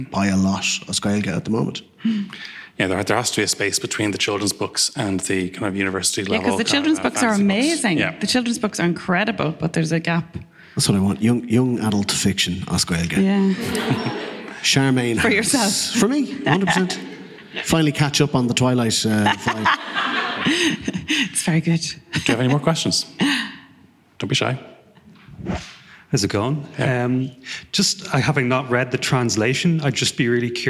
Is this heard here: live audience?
yes